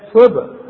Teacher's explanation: أرجوك طلع لي الصاد دي صاد مكسورة، مش تقول هل الدين الصاد والسين، مش تقول صبغة، لا صبغة، والبي عندك حنقلقلها، والغين كل غين في القرآن مفتوحة مفخمة